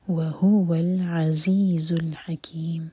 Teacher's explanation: واو الگ ورڈ اور ہو الگ ہو پر زور دے کر پڑھا جائے گا